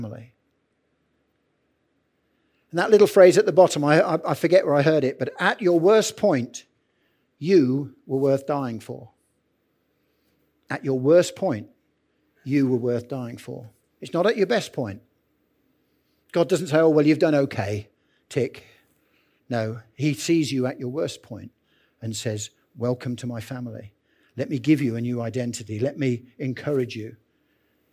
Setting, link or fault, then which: setting, large echoing room